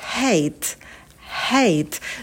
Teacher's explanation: Звук «х» очень легкий, ваше дыхание, потом дифтонг «эй».